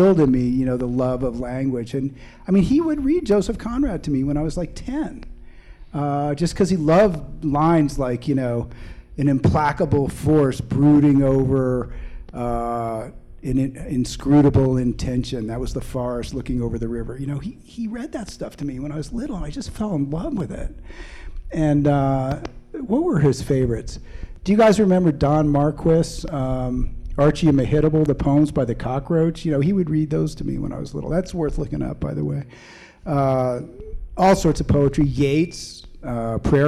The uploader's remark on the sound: answers questions from the audience at the Boulder Bookstore on August 17